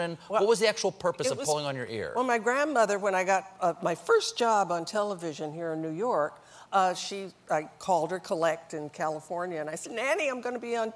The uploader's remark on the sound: Takes a few questions from the audience. While on The Late Show.